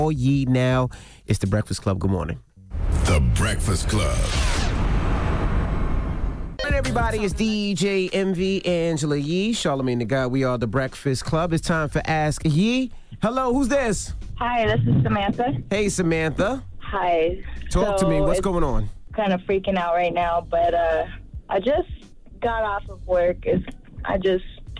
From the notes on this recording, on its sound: we opened up the phone lines